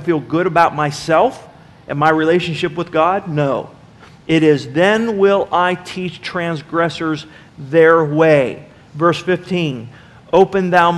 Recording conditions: large echoing room